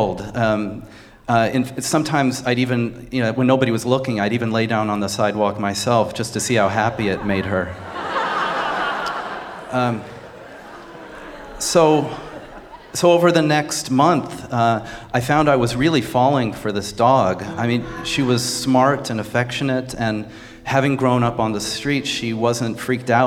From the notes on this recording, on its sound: Wins over our Snap Judgment audience with his sneaky charisma. Performed Live with the Snap Judgment Players.